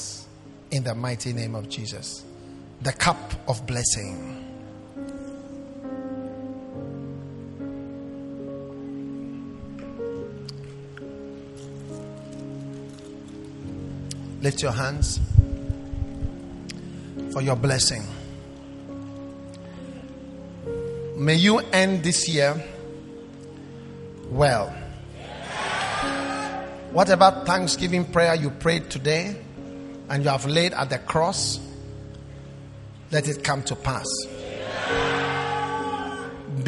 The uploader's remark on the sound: Preached at the Prophetic Encounter Service.